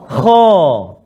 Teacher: Jadi kho duduk kat mana? Permulaan rongga kerongkongan kita.